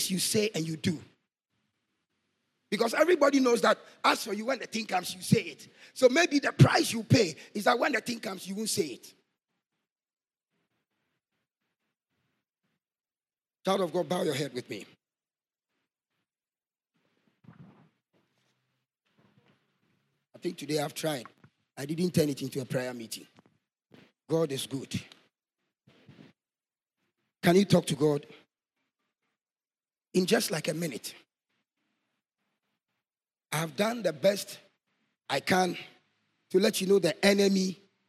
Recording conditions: large echoing room